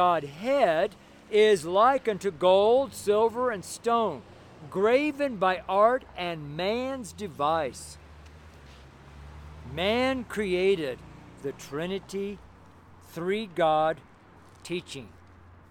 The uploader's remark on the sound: Street Sermon preached from Louisville, Colorado